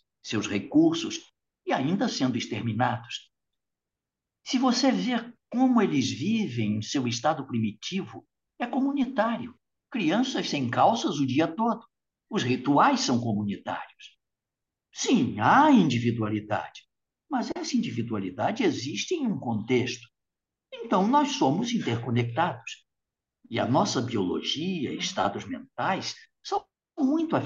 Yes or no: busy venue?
no